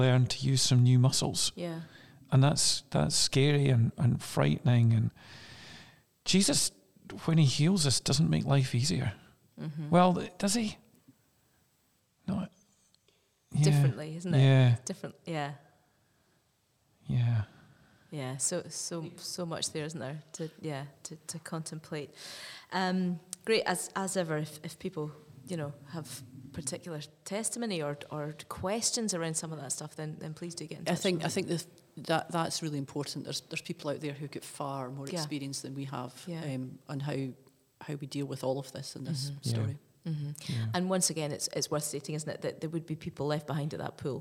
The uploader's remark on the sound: In this specially-recorded in-person episode. This episode was recorded in Aberfeldy Church.